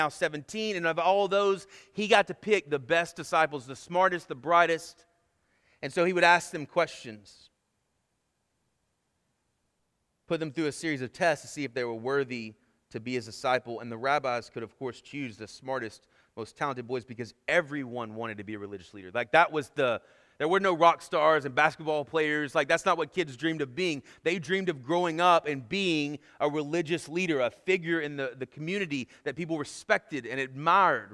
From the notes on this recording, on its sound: Sermon Audio from our Worship service.